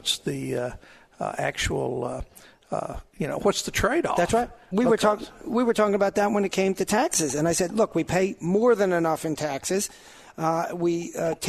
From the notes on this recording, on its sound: Live at the State Capitol for Filing Day